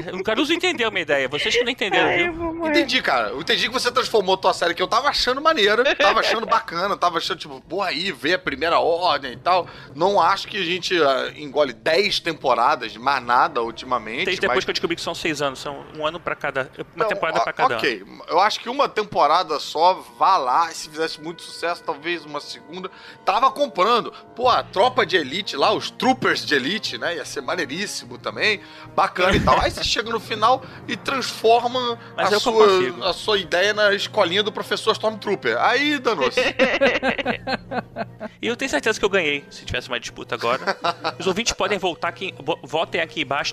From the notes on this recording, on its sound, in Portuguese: Star Wars Day Ao Vivo. No palco do evento. Se você esteve conosco lá no teatro, não deixe de ouvir este episódio também porque ele tem conteúdo complementar que foi gravado fora do palco.